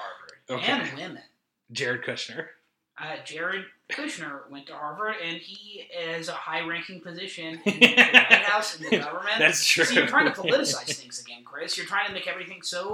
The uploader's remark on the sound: Is the audio on this episode fucked up?